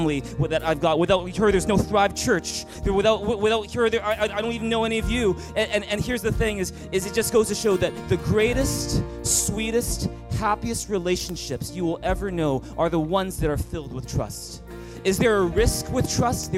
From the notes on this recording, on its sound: Thrive Leadership Conference (Session 6). Recorded on September 2, 2018 at THRIVE Church Vancouver, Canada.